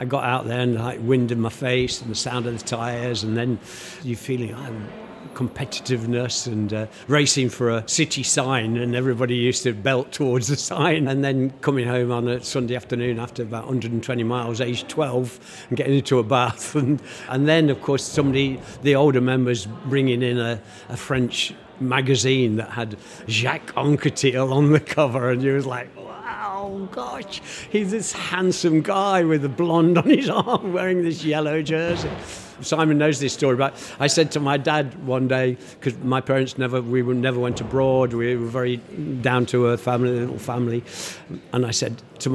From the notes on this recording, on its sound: At the recent Rouleur Live show. We roved the halls of Rouleur Live to ask industry figures what their favourite pro team kit of all time is.